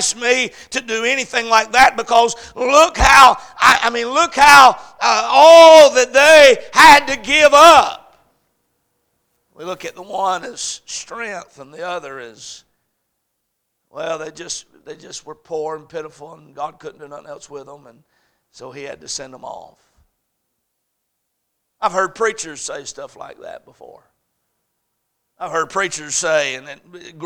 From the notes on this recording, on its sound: A message series preached at Crossroads Baptist Church